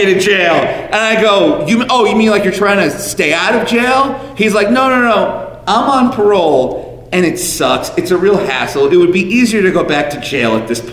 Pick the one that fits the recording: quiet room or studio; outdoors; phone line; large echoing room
large echoing room